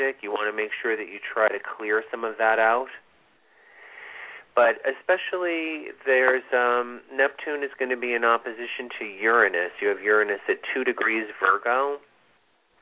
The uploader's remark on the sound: This is a LIVE show - with Call-in readings!